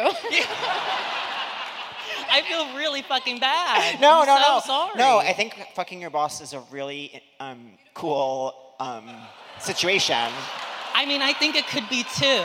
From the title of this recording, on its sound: Seek Treatment Live: London